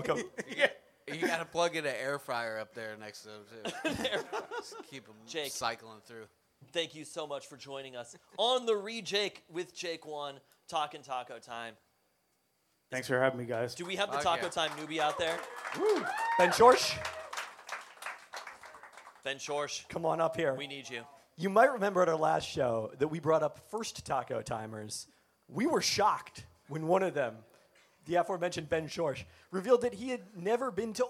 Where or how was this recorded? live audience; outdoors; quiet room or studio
live audience